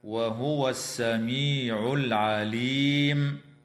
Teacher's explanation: اللام في كلمة السميع تسمى بلام ال، وحكمها الإدغام الشمسي. وفي كلمة العليم هي لام ال أيضا، ولكن حكمها الإظهار القمري.